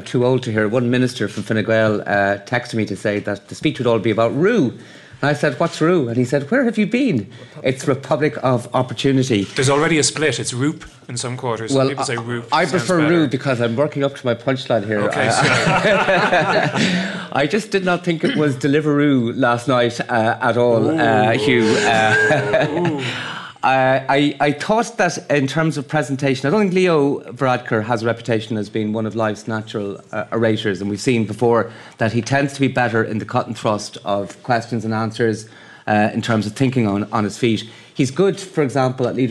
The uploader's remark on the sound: Live at FG Conference. This weekend it was Fine Gael's turn for their annual get-together.